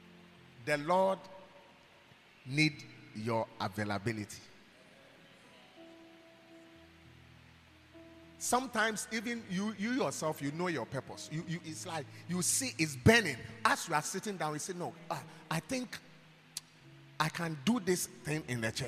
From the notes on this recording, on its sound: preached at God's Haven Ministries, The Purpose Assembly on Sun 5th March, 2023.